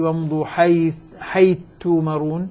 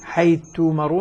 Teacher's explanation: صارت الثاء مع التاء تاء مشددة